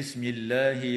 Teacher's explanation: وتفخم اللام في اسم الله لوقوعها بعد ضمة